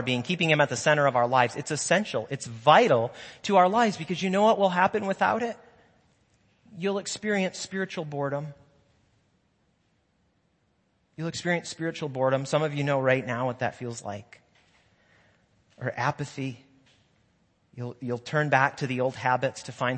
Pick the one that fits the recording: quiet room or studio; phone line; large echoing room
large echoing room